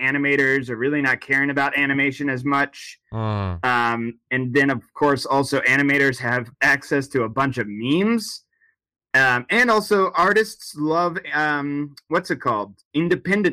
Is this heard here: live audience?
no